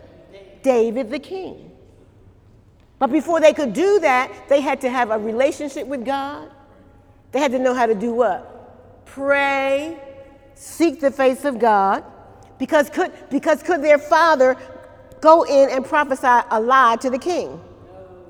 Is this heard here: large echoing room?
yes